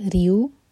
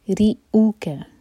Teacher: را کے نیچے کسرہ اور اس کے بعد جو حمزہ ہے وہ کٹ آف ساؤنڈ کے ساتھ · Shown in: second take